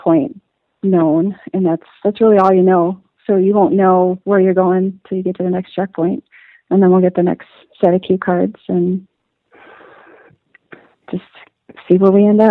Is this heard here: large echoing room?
no